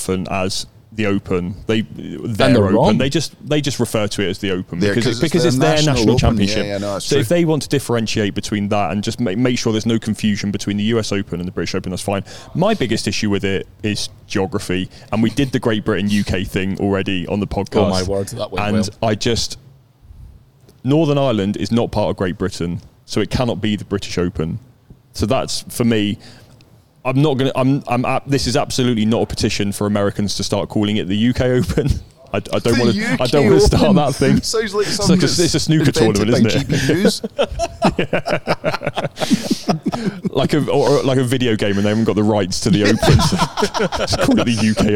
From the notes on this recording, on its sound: LIVE from Royal Liverpool. Coming to you live from The 151st Open at Royal Liverpool.